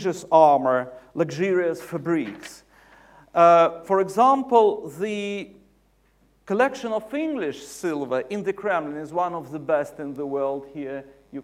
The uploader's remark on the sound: UCL Lunch Hour Lecture